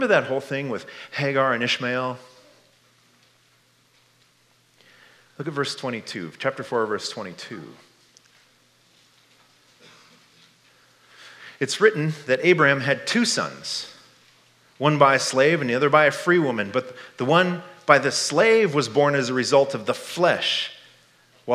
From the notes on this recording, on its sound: This message was given at Fall Conference 2022. Stonebrook Community Church in Ames, IA.